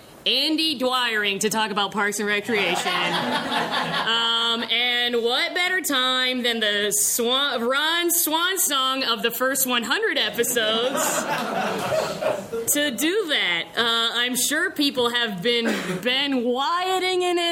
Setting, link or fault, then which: setting, live audience